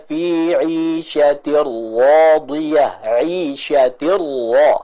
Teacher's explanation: Dan yang kedua, kita perhatikan pula di sini karena huruf ra-nya bertasydid, kita baca juga dengan nabr, dengan adanya tekanan yang terasa atau yang jelas ketika kita membaca huruf ra tersebut